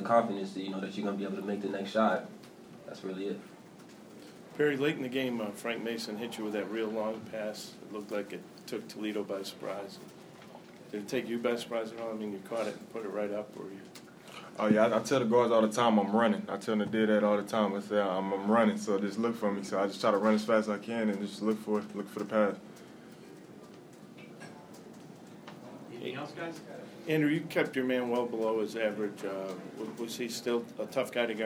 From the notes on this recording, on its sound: Press Conferences & Post-Game Interviews.